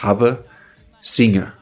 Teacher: am Wortende, bei wir haben, singen und so weiter, fällt das N weg. Das heißt habe, singe.